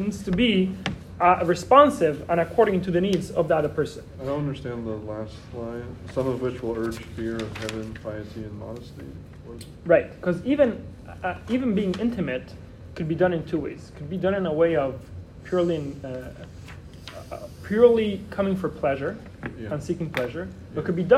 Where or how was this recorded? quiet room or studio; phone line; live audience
live audience